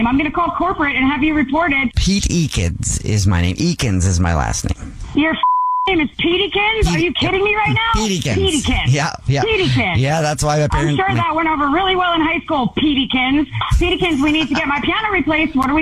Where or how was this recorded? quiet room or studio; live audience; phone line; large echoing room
phone line